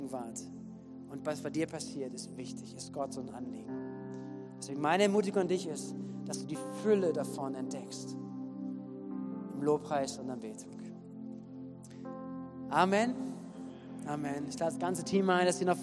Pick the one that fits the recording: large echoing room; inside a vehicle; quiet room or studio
large echoing room